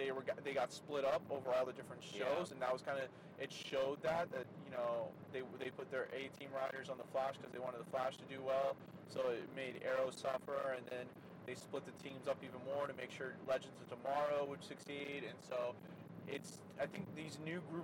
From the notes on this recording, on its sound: Apologies for the background noise since we recorded this in the car traveling.